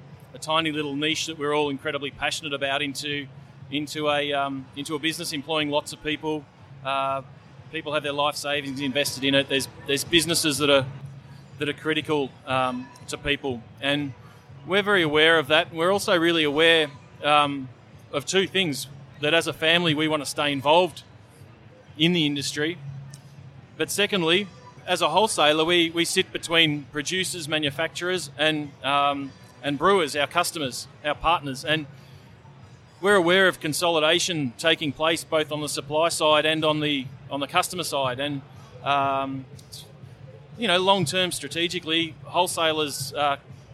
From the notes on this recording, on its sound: Live from GABS in Melbourne. Brews News was able to take our mobile studio to GABS and capture some great discussions with a wide range of people in the beer industry. There’s something about having a live studio at GABS that just saw the guests relax and talk in a way that they don’t always do when a microphone is in front of them.